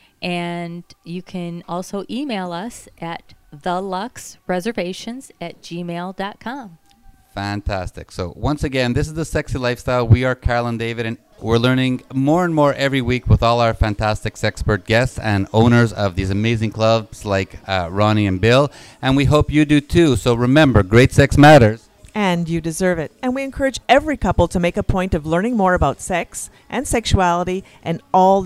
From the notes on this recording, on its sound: on location at The Lux Social Club in Chicago